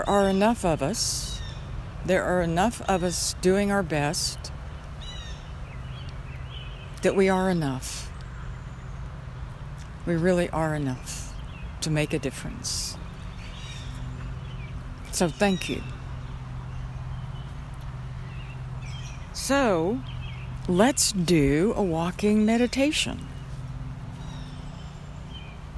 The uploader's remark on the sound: Walk in the Park. On my way back home, I stopped in a local park and recorded this podcast with a walking meditation.